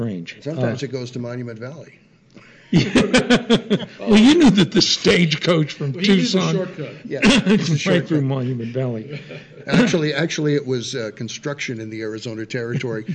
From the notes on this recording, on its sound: We take our microphones to the 2019 Western Writers of America convention June 19-22.